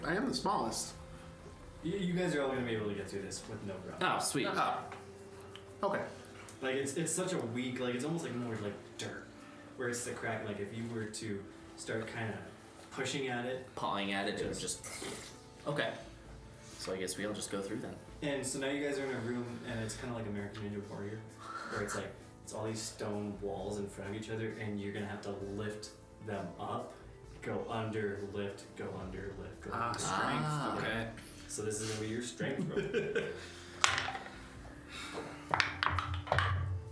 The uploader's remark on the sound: The audio gets progressively better starting in Ep 2